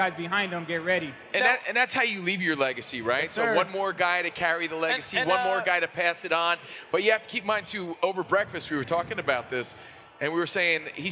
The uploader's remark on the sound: live again from NBA-CON in Vegas